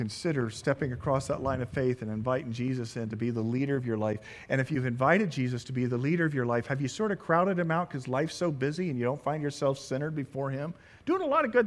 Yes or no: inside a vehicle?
no